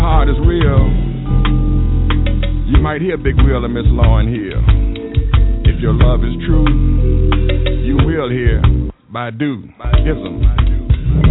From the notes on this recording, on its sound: open the phones lines to spoken words artists